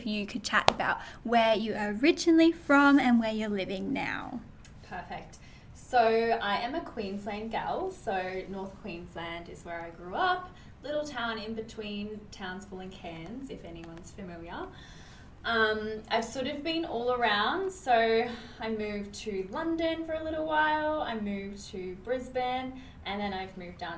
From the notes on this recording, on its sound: The audio is a little bit up & down within this ep, I'm still learning the best way to record in person eps as I'm used to recording online so apologies for that!